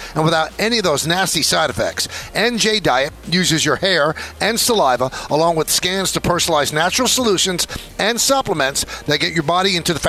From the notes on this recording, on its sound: The show is live from UBS Arena.